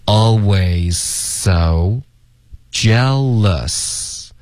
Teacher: always 的 z 省略因为 always 跟 so 的这个 z 这两个音呢就有一点重复了